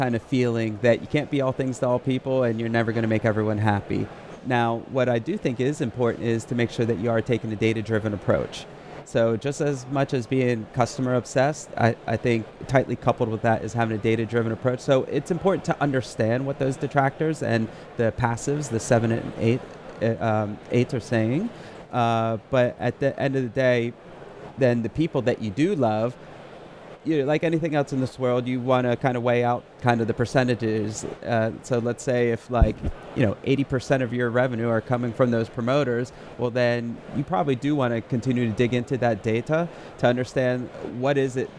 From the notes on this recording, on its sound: On the SaaS Revolution Show, live from Slush 2019.